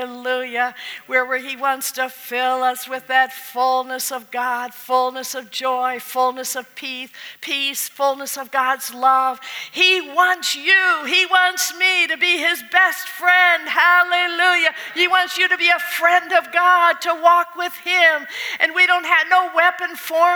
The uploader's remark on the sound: at the Fredericksburg Full Gospel Fellowship on March 15th, 2020.